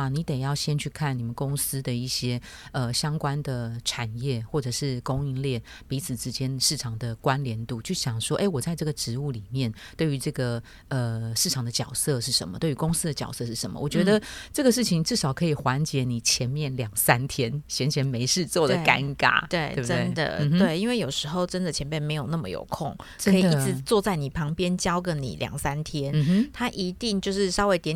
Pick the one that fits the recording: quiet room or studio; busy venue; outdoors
quiet room or studio